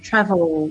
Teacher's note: o L em inglês, ele tem aquela pontinha da língua lá em cima, né? Travel.